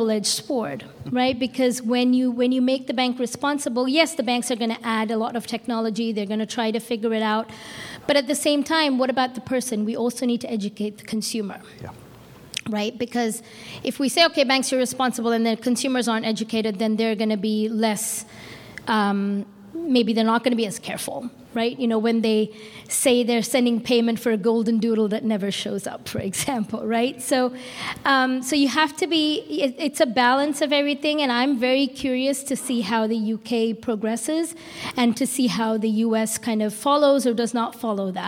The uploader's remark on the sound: This recording is from Fintech Nexus USA held at the Javits Center in New York City on May 10-11, 2023. From the Fraud Fight Club Track.